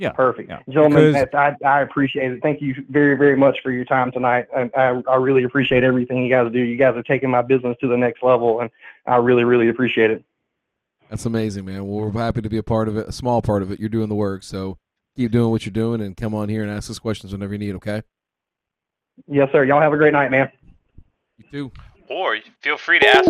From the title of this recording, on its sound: Thirsty Thursday: Live Calls (10/27)